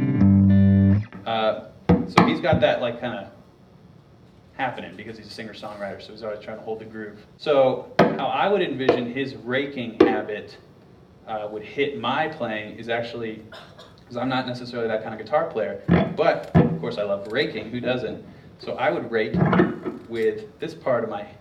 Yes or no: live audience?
yes